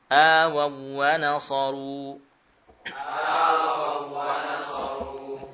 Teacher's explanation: Ini idgham wawu ke dalam wawu. Wawu yang pertama bukan wawu mad, namun wawu layyinah. Ya. Kalau wawu layyinah masih memungkinkan untuk terjadi idgham pada huruf wawu.